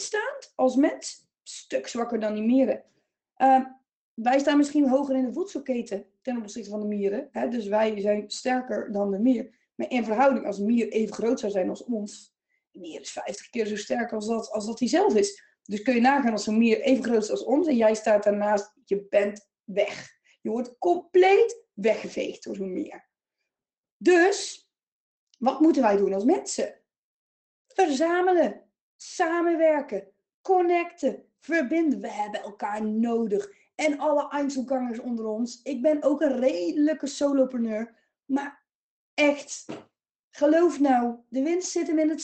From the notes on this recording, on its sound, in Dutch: geluid van opname wordt nog aan gewerkt